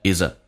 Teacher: 一般 th 是不发音，直接发成 is 用 z 跟 a 形成连音